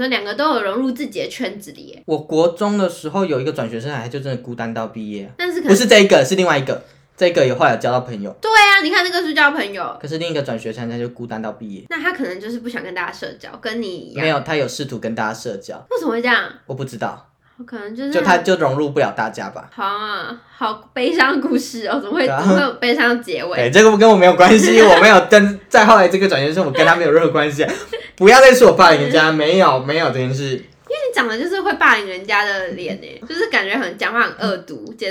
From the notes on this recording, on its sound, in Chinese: 這集收音沒有特別注意